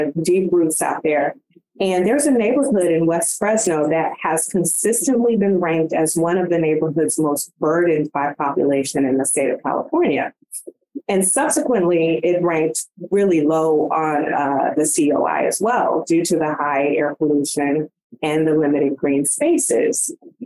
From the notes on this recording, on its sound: In June, we hosted a webinar